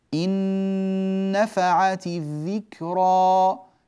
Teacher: فتدخل النون في النون ويصير النطق بنون واحدة